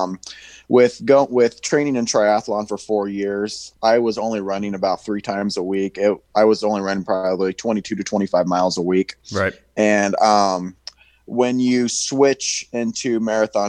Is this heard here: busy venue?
no